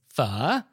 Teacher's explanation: it's a low falling and then rising tone, kind of like Mandarin's third tone. So it sounds like you're asking a question, pho.